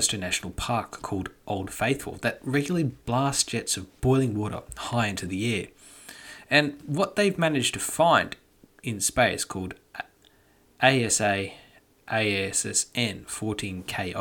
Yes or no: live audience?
no